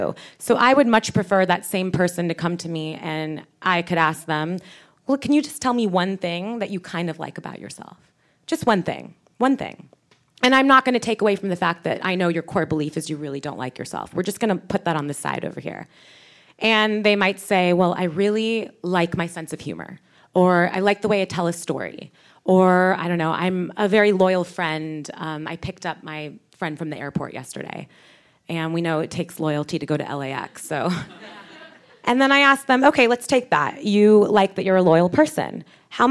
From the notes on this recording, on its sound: It’s the first Idea Fountain episode we’ve taped in public with an audience at The Bungalow in Santa Monica